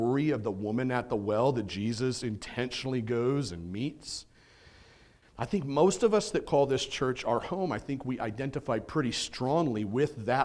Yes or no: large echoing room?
yes